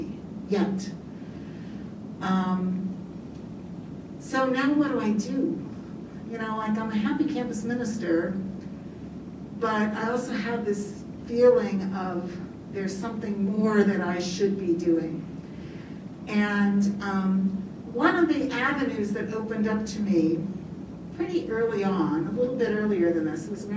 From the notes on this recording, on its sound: Agape Latte is recorded in front of a live studio audience and archived in audio format.